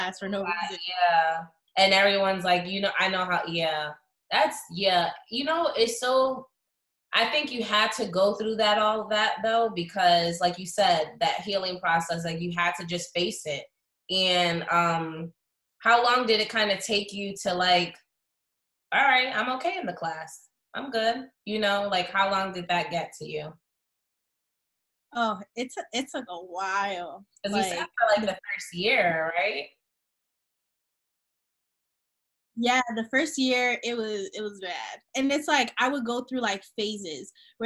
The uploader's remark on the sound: sorry for the quality this was a Zoom Meeting